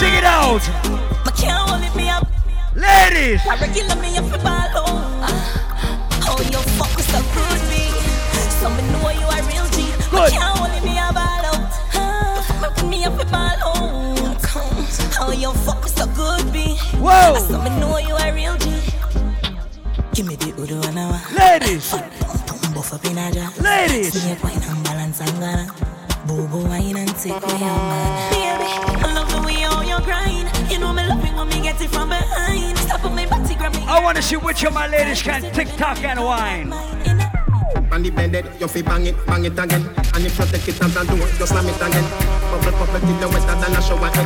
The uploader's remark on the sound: LIVE AUDIO! LIVE AT ISLAND SATURDAYS ON 10.26.19.